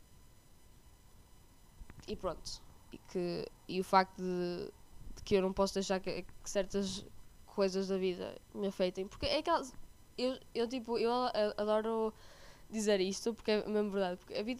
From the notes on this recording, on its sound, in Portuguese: desculpem pelo áudio